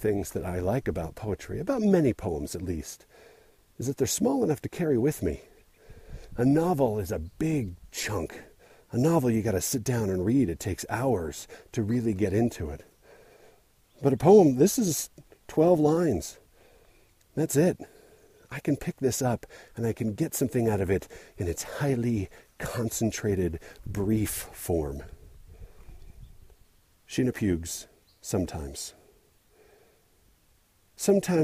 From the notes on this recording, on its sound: I recorded this while trying to find my way to the right trail, which eventually required a little off-trail bushwhacking.